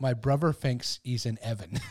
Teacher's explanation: pronouncing th as f or v